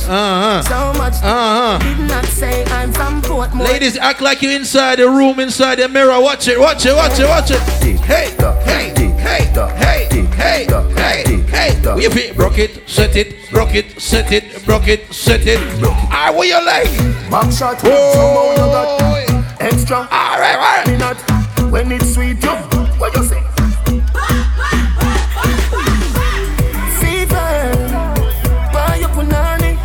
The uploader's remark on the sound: Fayah Sundays Live Audio